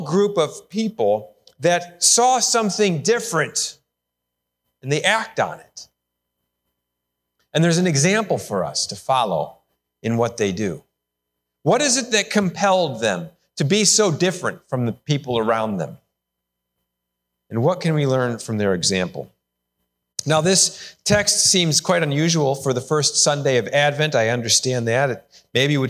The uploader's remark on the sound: Sermon recorded live AT HOLLAND FMC! The service was held indoor with many adjustments to provide a safe experience.